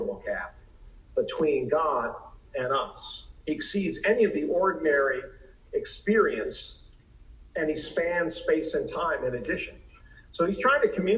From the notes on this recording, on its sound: Please excuse the sound quality.